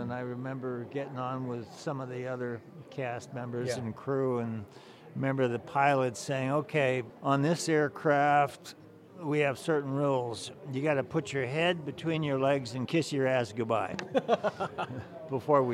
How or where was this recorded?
busy venue